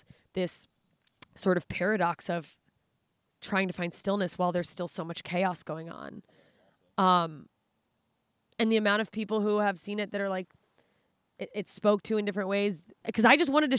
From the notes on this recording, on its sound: Recorded live from beautiful Debs Regional Park in Los Angeles, CA.